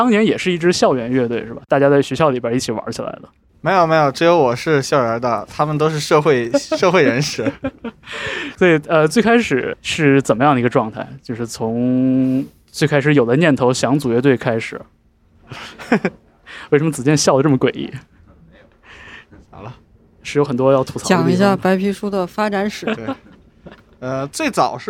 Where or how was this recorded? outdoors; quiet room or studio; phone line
outdoors